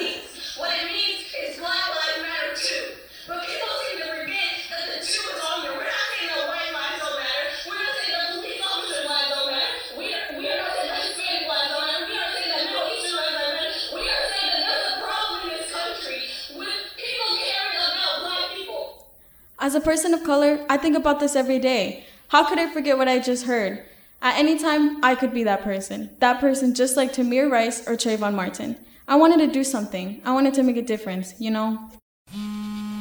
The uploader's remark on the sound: Recorded live at the Phipps in Hudson, WI during the StoryArk Festival 2019.